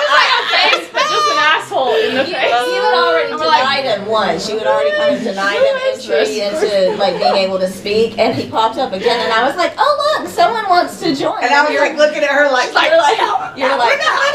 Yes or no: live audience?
yes